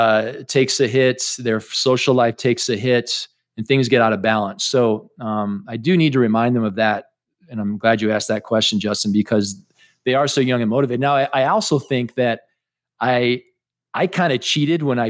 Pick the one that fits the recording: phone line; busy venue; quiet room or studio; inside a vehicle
quiet room or studio